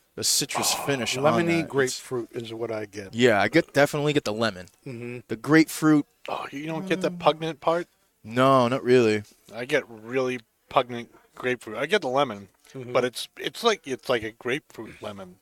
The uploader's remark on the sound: Recorded live from the 7-20-4 Lounge!